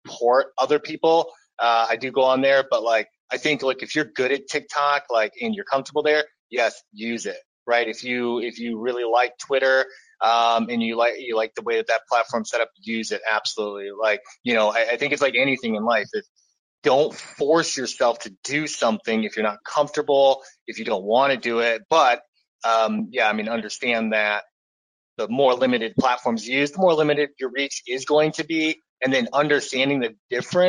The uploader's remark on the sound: This episode is the audio from a previous webinar